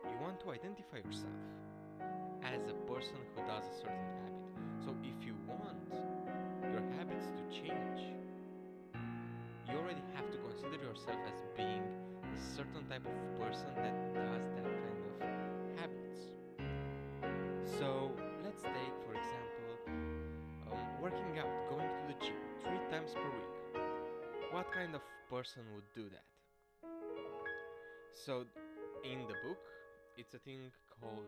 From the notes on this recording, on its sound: the sound is too low despite my actually taking time to record this properly